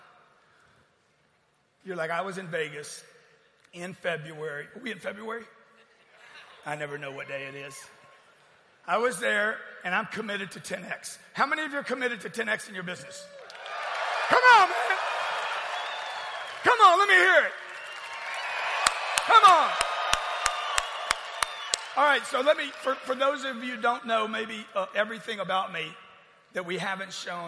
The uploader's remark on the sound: Keynote speech from the 10X Growth Conference.